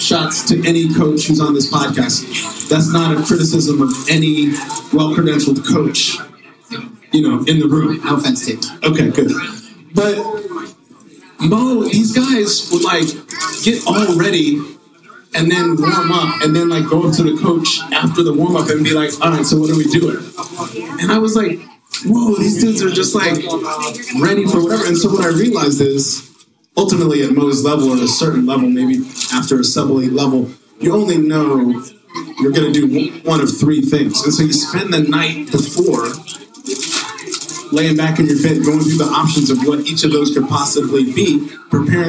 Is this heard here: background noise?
yes